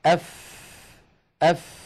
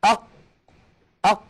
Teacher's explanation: وتستطيع أخي المشاهد في البيت أن تجرب بأن تضع يدك هكذا أمام فمك أف أف، فتجد بأن هناك هواء يتدفق مع خروج الفاء · Shown in: first take